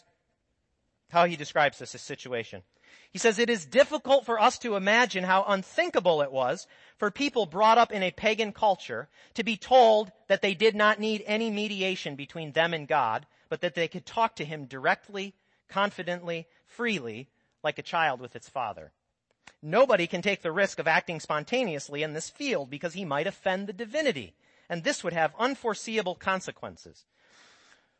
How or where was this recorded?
large echoing room